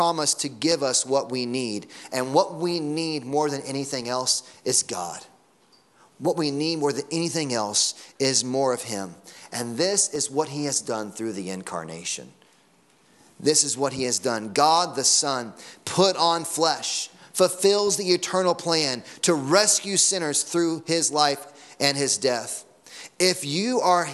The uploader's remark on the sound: Sunday Morning Sermon Audio